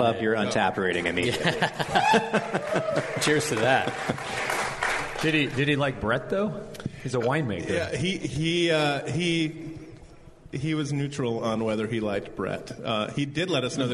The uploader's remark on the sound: Broadcast live from The Rare Barrel!